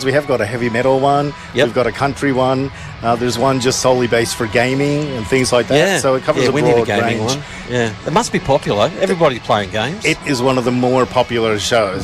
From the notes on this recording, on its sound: One FM Outside Broadcast from the Out In The Open Festival. A special outside broadcast live from the 2023 OUTintheOPEN Festival Carnival Day from the Queen's Gardens in Shepparton.